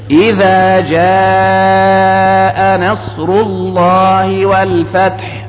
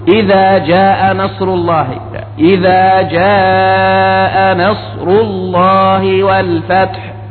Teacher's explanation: جاء هنا الألف والهمزة في كلمة واحدة، فهذا يسمى عند علماء التجويد أو علماء التلاوة مدا متصلا، فهذا يمد وليس فيه وجه آخر